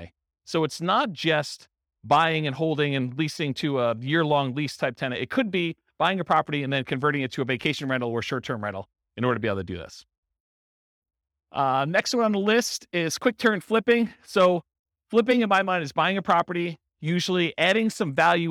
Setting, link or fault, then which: setting, live audience